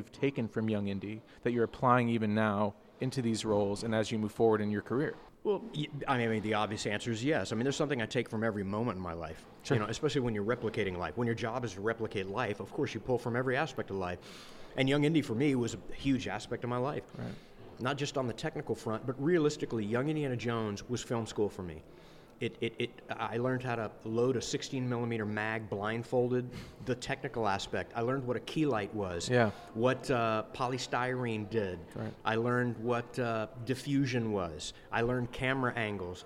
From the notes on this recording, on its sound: This quick conversation was recorded live at maybe my favorite convention in the world, the great Dallas Comic Show. There’s some background noise, etc.